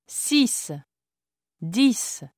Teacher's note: The numbers 6 and 10 are pronounced differently depending on the context in which they appear. In isolation, the final X is pronounced as S.